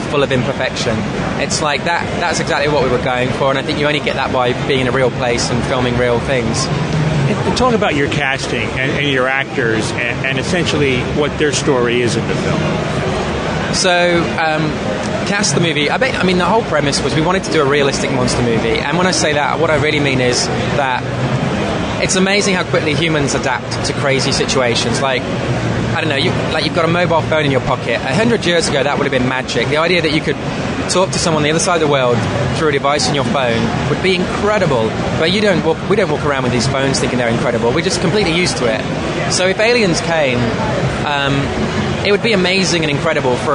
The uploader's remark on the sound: Interview taped on the floor of New York Comic Con